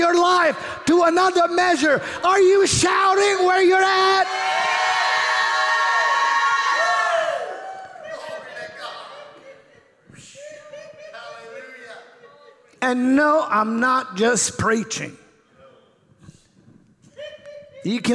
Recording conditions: large echoing room